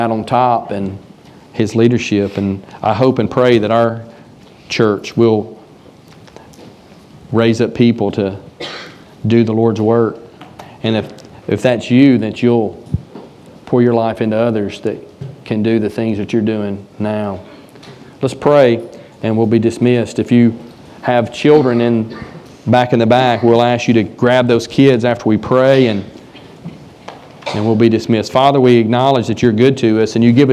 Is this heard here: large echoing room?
yes